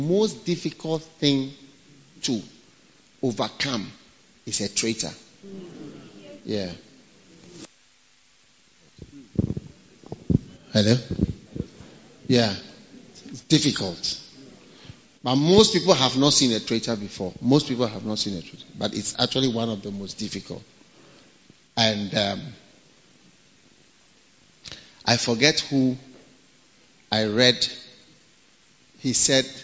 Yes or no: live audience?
yes